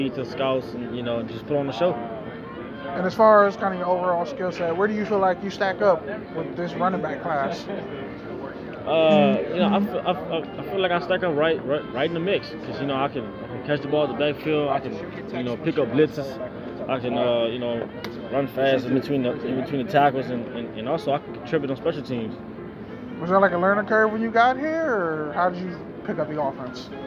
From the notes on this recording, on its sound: live from the NFLPA Collegiate Bowl practice